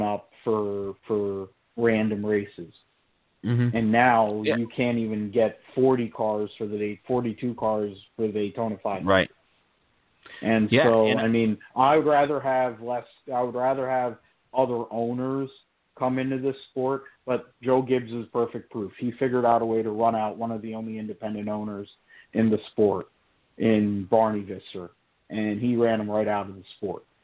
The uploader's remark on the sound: we’ll take your phone calls.